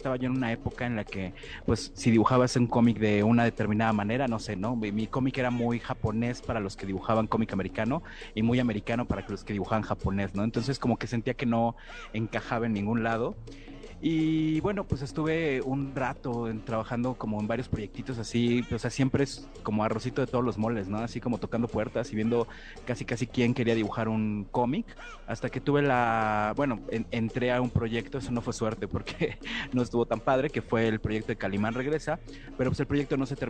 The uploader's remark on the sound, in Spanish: Entrevista desde MulticomicLC